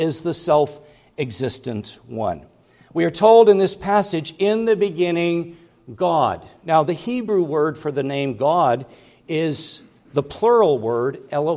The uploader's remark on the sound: preached at Grace Orthodox Presbyterian Church in Sewickley, PA, during the morning Worship Service on Sunday, September 17, 2023.